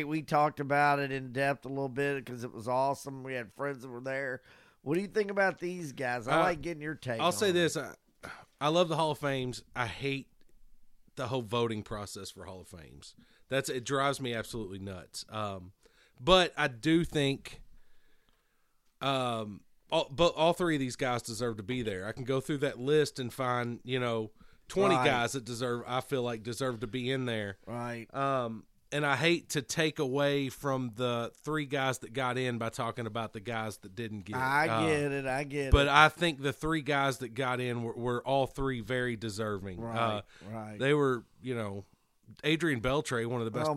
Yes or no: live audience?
no